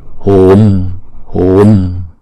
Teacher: chúng ta kéo dài chữ u hai nhịp